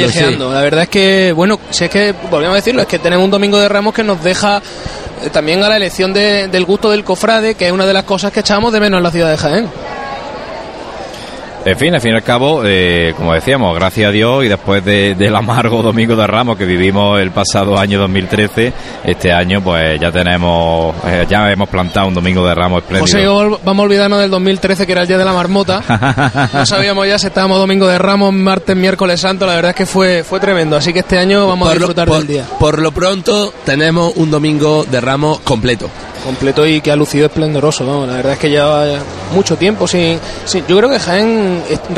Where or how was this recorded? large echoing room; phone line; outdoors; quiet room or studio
outdoors